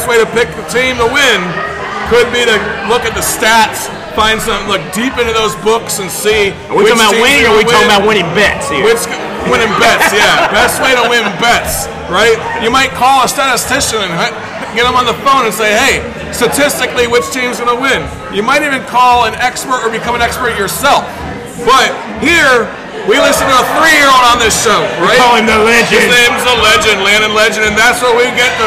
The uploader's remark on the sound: We are just some neighborhood friends who get together weekly at MJ’s Grill in Columbia SC with some brews and a microphone